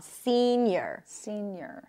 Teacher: So we have the high E here and then a schwa.